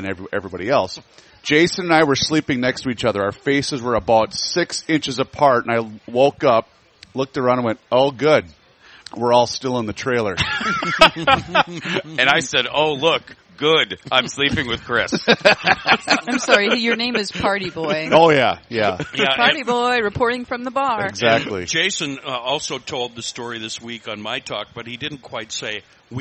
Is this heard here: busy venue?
yes